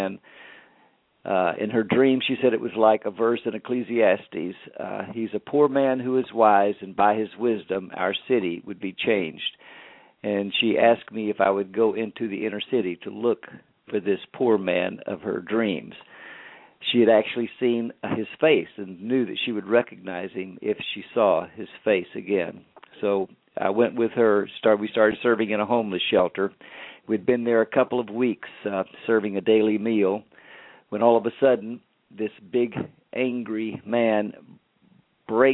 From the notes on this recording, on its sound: LML uses a progressive live call in format.